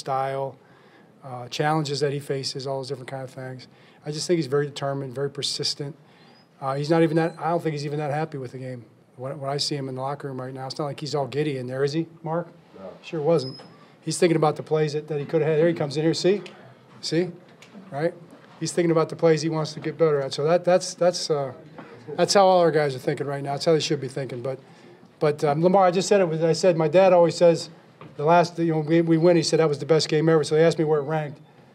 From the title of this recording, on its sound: Postgame Press Conference